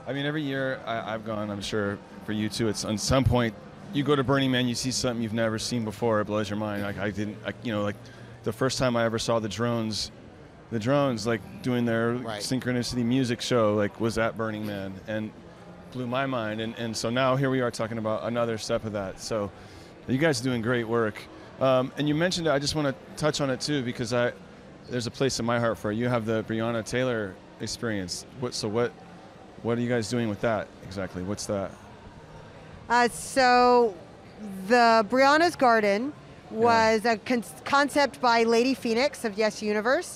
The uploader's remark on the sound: Live” from AWE XR Santa Clara